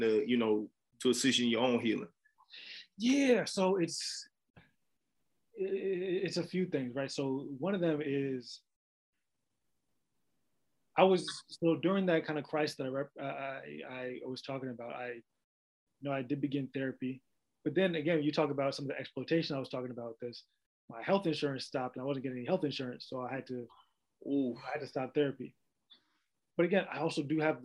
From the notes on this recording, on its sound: we virtually sat down